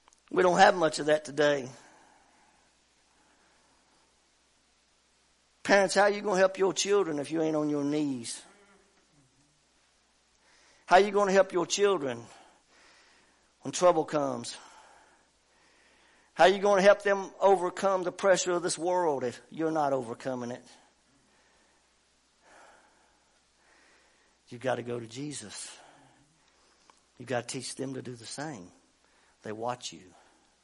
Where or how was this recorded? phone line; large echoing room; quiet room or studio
large echoing room